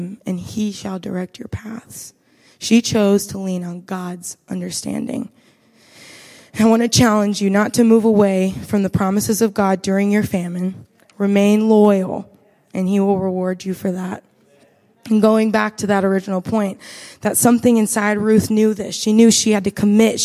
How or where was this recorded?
large echoing room